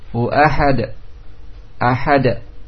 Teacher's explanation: Karena qalqalah banyak terjadi ketika disukun huruf-huruf yang lima, yaitu qutubul jadd. Sebagian berpendapat bahwasanya qalqalah mendekati harakat fathah.